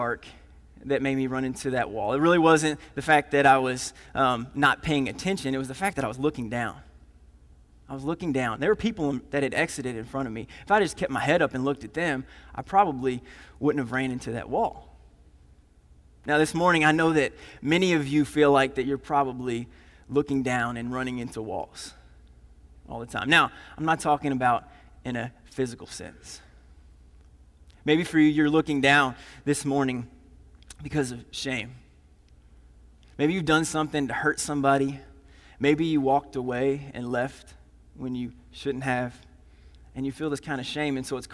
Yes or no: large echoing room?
yes